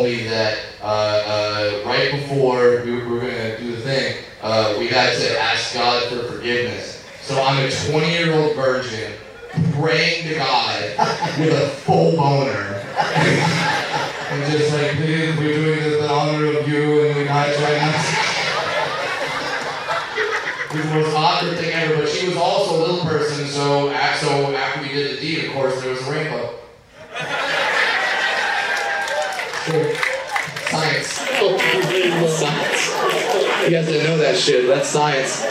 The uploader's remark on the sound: You never know what might happen on the … Rock & Wrestling Rager at Sea, and that includes live podcasts!